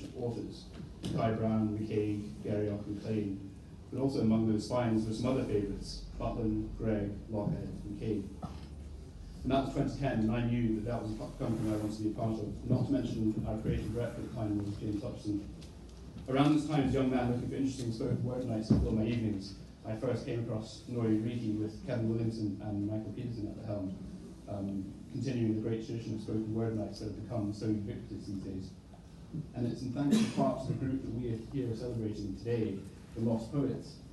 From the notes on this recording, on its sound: A recording of a unique event at the National Library of Scotland in February 2020.